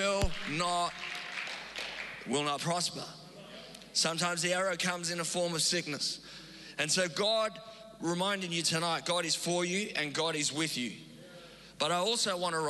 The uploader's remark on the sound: Recorded live on Sunday the 22nd May 2022